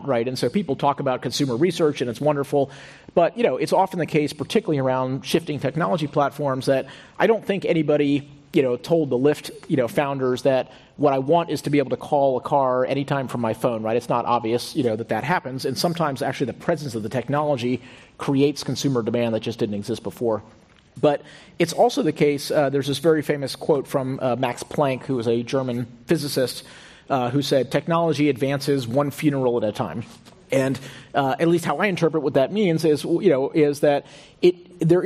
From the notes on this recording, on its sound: This program was recorded in front of a live audience at the Oshman Family JCC, in Palo Alto CA on June 10th, 2019.